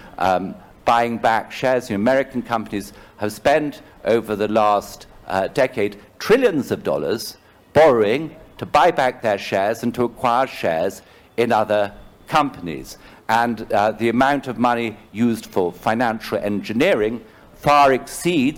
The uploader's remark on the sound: This episode is a live session from Jaipur Literature Festival 2023!